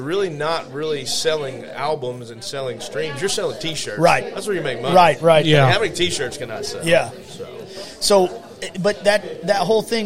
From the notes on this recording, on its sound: Live from the O’Fallon Elk Lodge. Culminating in a live concert.